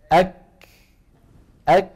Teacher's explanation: فبداية الكاف شديدة نهايتها مهموسة